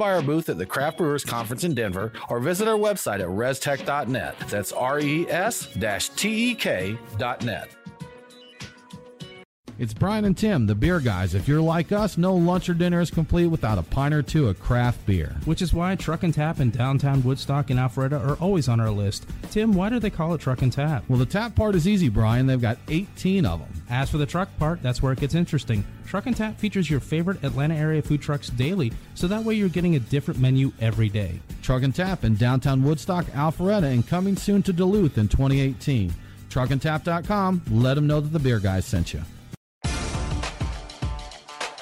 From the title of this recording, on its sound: Live from The Juice Strikes Back Beer Fest!